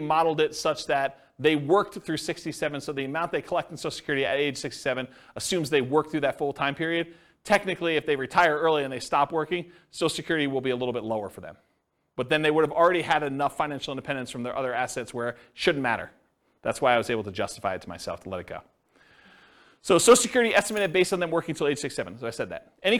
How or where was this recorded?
live audience